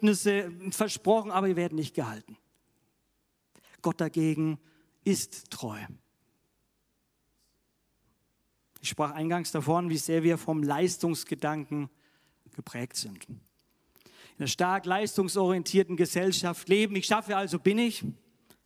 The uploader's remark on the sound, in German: aus dem Classic-Gottesdienst der Missionsberg-Gemeinde (LM) vom 10.